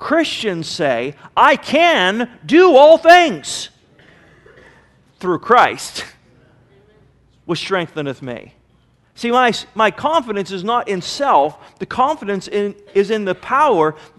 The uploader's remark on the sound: Sermon was recorded September 20 , 2009 at Northside Baptist Church of Elkhart, Indiana